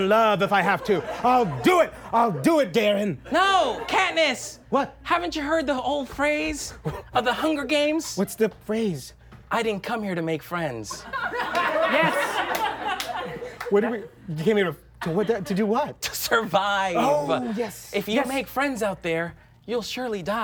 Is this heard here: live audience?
yes